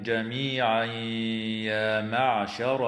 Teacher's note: ويدغم التنوين في الياء مع الغنة في قوله تعالى جميعا يا معشر